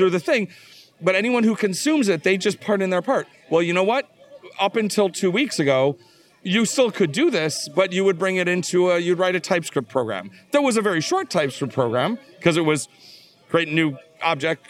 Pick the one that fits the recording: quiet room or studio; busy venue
busy venue